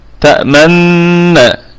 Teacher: ونأتي بإشارة الضمة دون الصوت